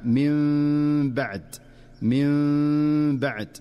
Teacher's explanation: أما الحكم الثالث فهو الإقلاب، ويكون إذا جاءت النون الساكنة أو التنوين قبل حرف الباء فتقلب النون في النطق ميما مخفاة مع الغنة. ومن أشهر أمثلته في قوله تعالى من بعد، وهنا ينبغي الحذر من إظهار النون كاملة أو نطق ميم ظاهرة كاملة، بل هو أداء دقيق يتلقى بالسماع والمشافهة.